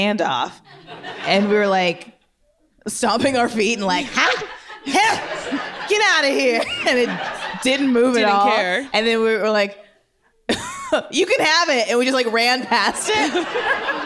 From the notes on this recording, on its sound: audience questions